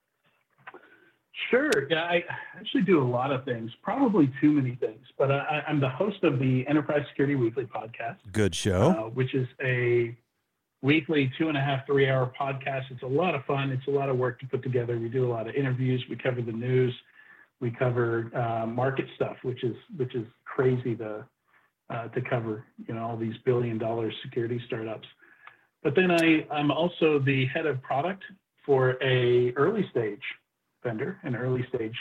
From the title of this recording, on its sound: Call-In Special